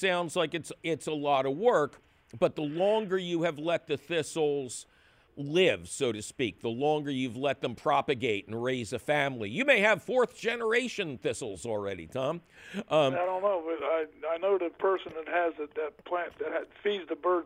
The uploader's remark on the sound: a heaping helping of your phone calls